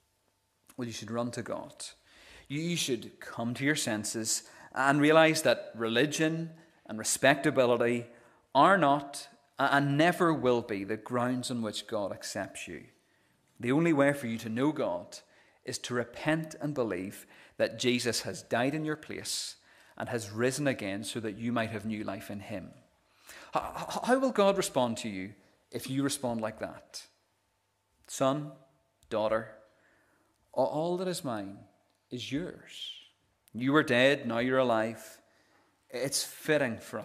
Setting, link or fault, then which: setting, large echoing room